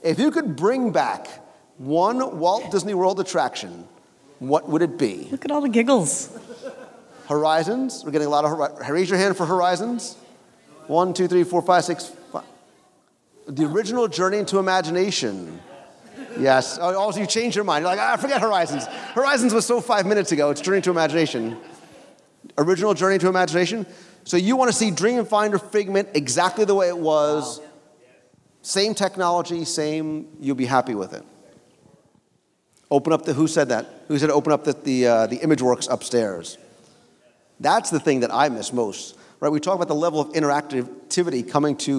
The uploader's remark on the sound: LIVE Show from the Atlantic Dance Hall. LIVE show recording from our WDW Radio NeverLand and Sea event at the Atlantic Dance Hall before our cruise on the Disney Dream.